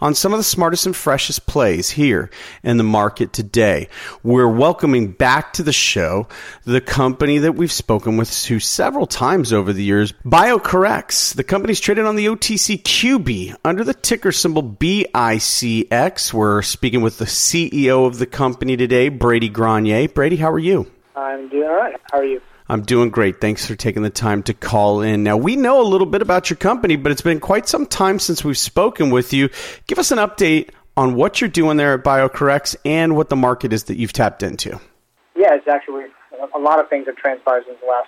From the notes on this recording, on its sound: called in to SmallCapVoice